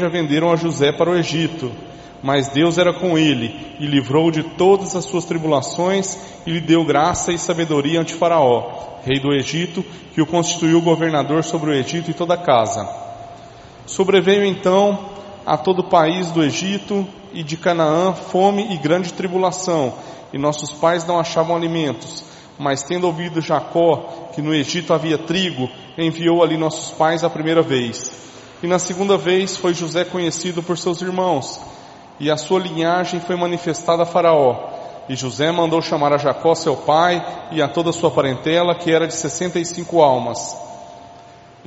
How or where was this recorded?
large echoing room